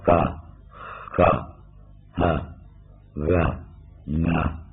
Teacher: tiếng phát ở cuống họng của cái cuống lưỡi